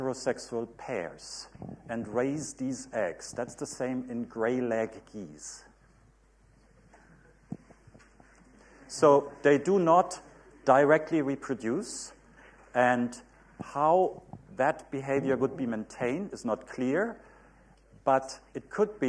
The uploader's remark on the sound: UCL Lunch Hour Lecture.